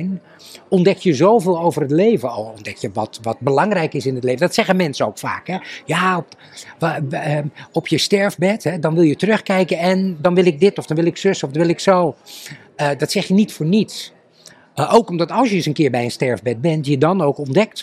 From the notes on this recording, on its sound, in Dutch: Congres de Stervensfase. Live bij het congres!